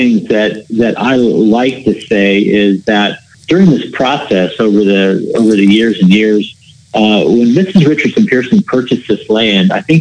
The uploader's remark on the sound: We hopped on the phone